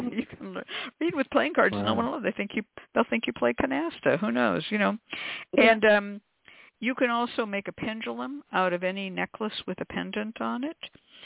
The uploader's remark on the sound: Is a real, live call-in show where the general public gets a chance to ask about actual problems.